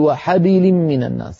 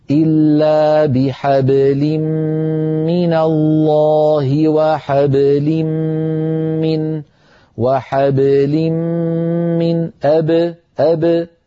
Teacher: باء ساكنة ليس فيها أثر لا لفتحة ولا لكسرة · Shown in: second take